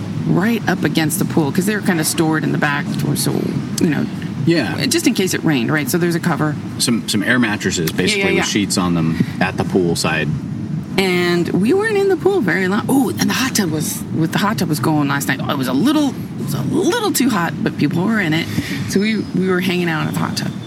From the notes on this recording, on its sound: They are currently at Hotel Jaco in Jako, sitting outside the bar on a picnic table with a view of the ocean.